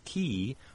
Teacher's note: So we go from an area that's extremely sensitive in the front to an area that's much less sensitive, and so works in a much more gross kind of way. The back of the tongue essentially rising up to meet the soft palate, depending on context. It may meet with the border of the soft palate and the hard palate, or the back of the hard palate, depending on the sound that follows the articulation.